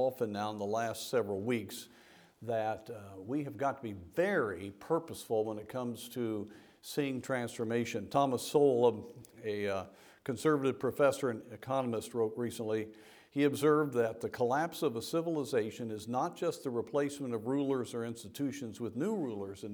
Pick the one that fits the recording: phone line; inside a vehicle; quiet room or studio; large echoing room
large echoing room